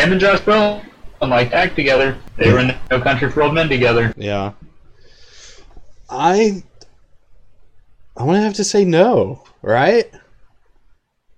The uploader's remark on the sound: Sorry for the audio issues